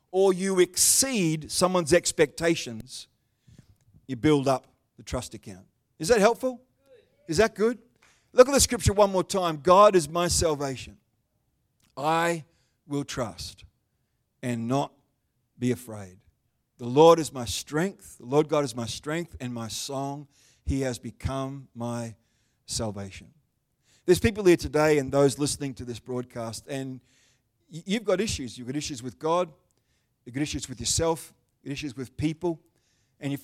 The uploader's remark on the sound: The live stream of Destiny Church Atherton.